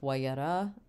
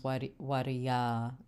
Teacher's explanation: And so instead of wayara, it becomes wariya with a long vowel. · Shown in: second take